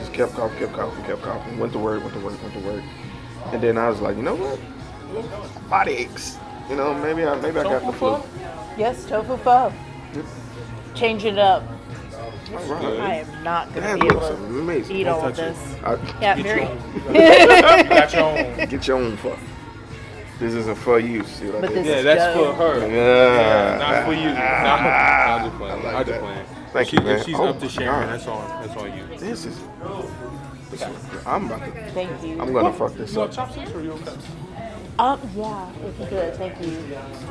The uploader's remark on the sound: on location at a restaurant!